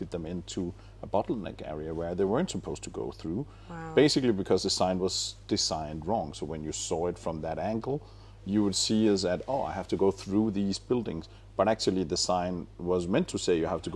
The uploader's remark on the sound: Welcome to my first in person podcast episode. As this is recorded live in the RheinEnergies Stadium, there are background noises of talking, bottle crates and the Football Club’s mascot reminding us of session start times.